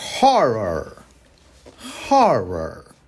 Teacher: ela tem dois sons de R para nós brasileiros, né? O R de rato, o R forte